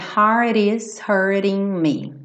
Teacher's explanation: a pegadinha dessa frase são os dois T's reduzidos para rarara